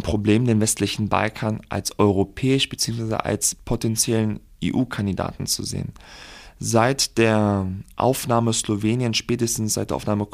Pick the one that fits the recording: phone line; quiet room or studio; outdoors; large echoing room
quiet room or studio